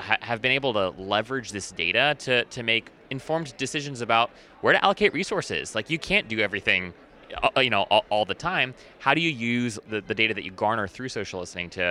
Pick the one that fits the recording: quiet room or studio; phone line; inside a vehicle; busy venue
busy venue